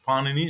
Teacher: the stress has to be on the first syllable